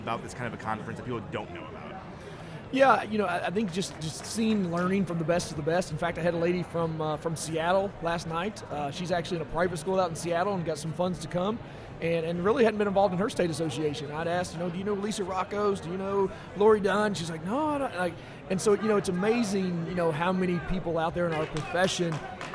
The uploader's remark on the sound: Broadcasting LIVE from SHAPE Nashville! Tune in to hear all the fun and insight from the national conference as it took place from the US Games booth in the Exhibit Hall.